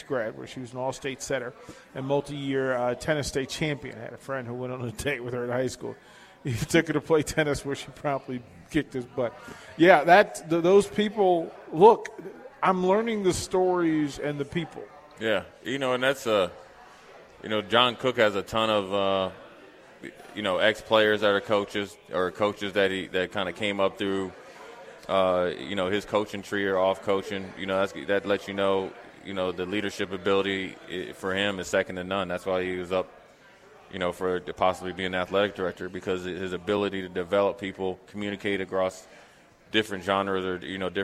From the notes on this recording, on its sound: LIVE from Mary Ellen's